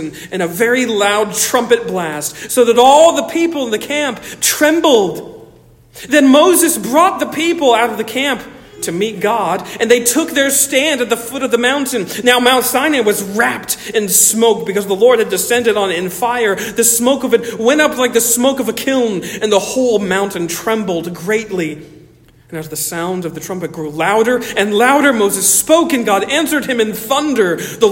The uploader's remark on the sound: Originally delivered 11 June 2023 at Stonington Baptist Church, Paxinos, PA. Originally delivered 11 June 2023 at Stonington Baptist Church, Paxinos, PA.